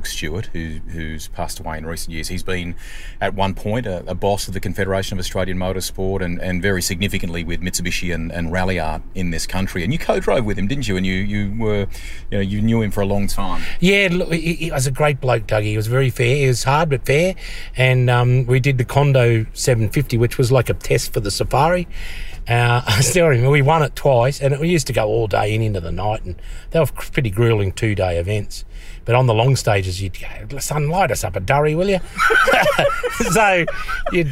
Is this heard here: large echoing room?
no